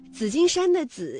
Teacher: 紫金山的紫是平舌音滋加上韵母一，读音呢为三声